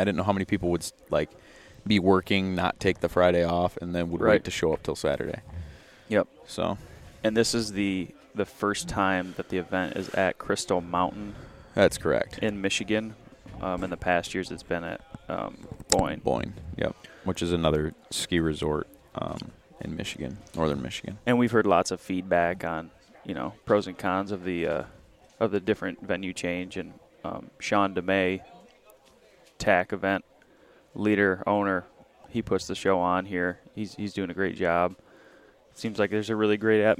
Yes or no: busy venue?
yes